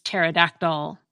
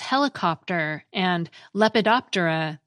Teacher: we pronounce the P with no problem at all when it has a vowel before it · Shown in: second take